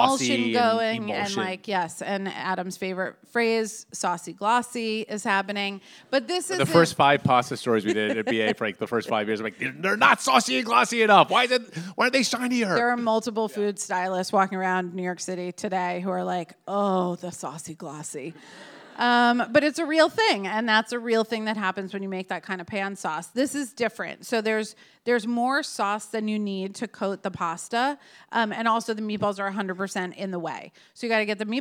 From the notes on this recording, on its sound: As part of our second live podcast event